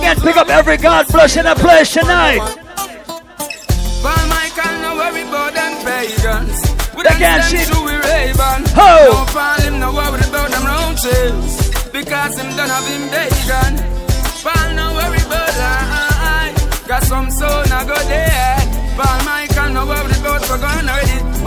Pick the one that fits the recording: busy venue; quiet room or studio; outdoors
busy venue